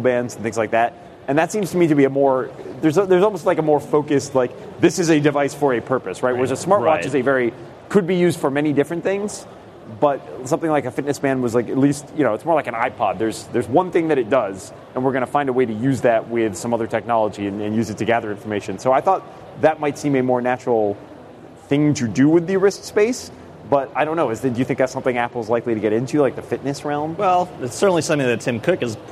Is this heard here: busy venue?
yes